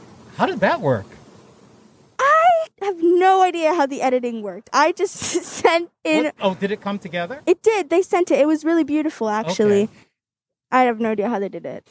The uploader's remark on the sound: In this energetic conversation outdoors amongst the busy comings and goings of a Fort Green Brooklyn sidewalk coffee shop (Hungry Ghost).